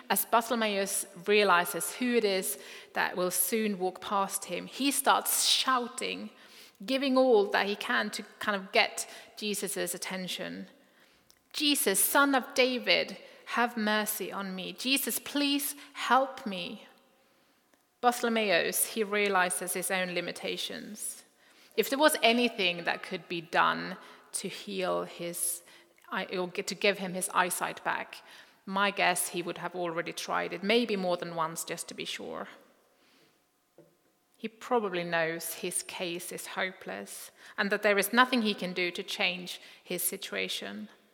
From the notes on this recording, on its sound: Recording from Immanuelskyrkan Skövde